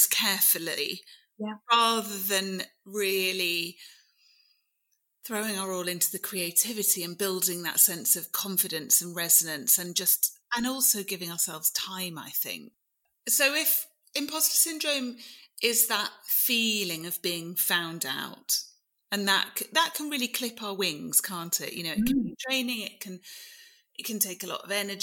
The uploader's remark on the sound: We've had some technical issues with the sound in this episode so apologies if it's not up to usual scratch, we've done our best and subsequently changed the whole studio set up so hoping it's now resolved for future recordings.